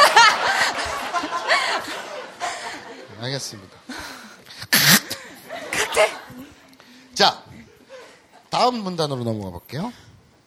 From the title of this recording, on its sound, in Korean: 두번째 공개방송 이쿠이쿠쇼!(즛콩바콩쇼)